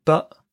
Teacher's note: I would usually say a glottal stop with a word like but, B-U-T, but.